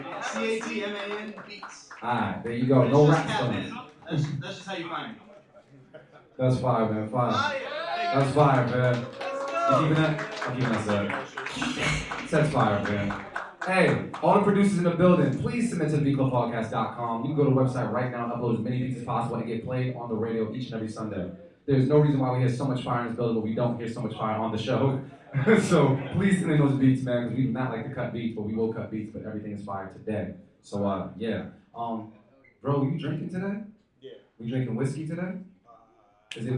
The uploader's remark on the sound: Live at Middle East Upstairs - Cambridge, MA. We had to do this episode live! Open the stage for producers, big and small, to pull up and play their beats live.